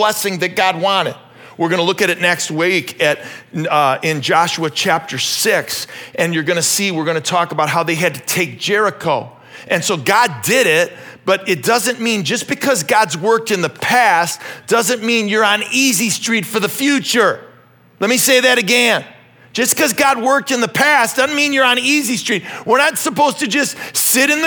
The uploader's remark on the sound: This message was originally preached at Highpoint Church